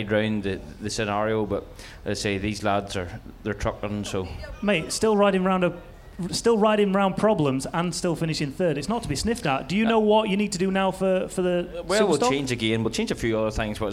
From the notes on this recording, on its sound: live on stage at the Monster Energy Fan Park